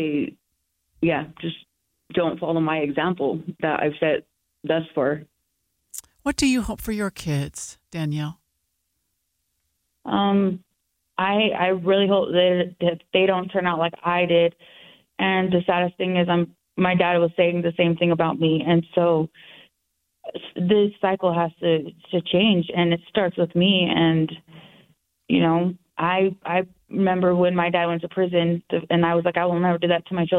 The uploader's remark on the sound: This is the raw audio of a phone interview. Serving time on drug charges in the Utah State Prison.